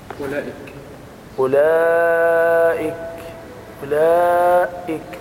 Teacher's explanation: مد متصل واجب متصل يمد بمقدار 4 أو 5 حركات وجوبا لأنه متصلا